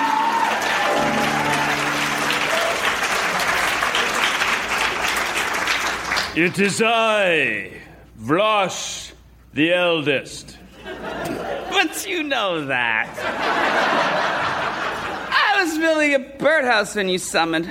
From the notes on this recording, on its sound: Recorded Live 8/6/2011 at Largo, Los Angeles.